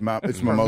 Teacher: It's the emphasis on the second syllable.